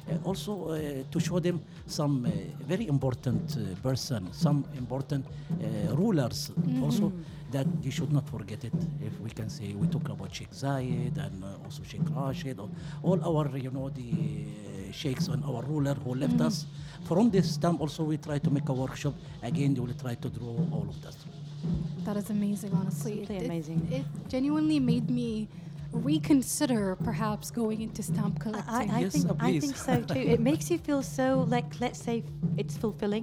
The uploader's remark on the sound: Live from SHD 2023